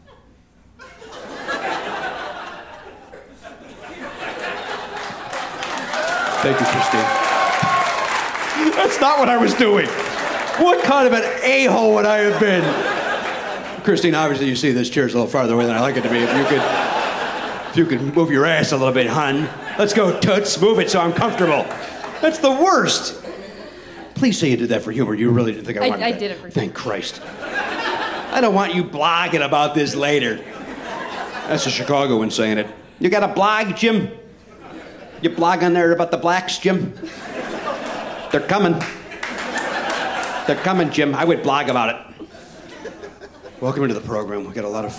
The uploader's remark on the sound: Recorded live at The Bell House in Brooklyn, New York.